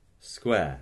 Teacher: a completely smoothed, non-rhotic square